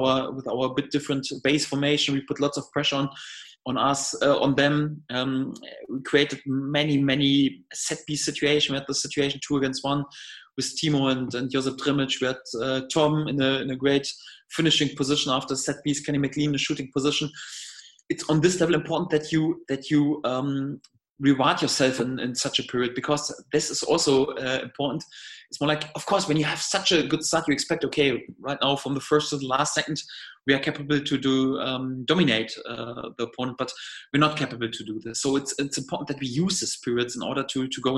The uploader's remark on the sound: video conference with the media